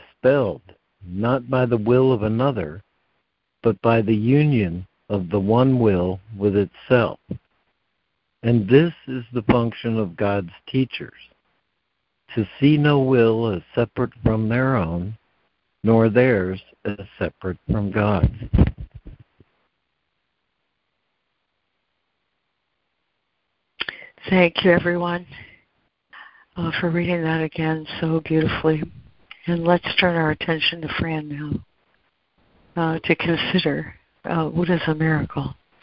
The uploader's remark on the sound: ACIM Daily Conference Call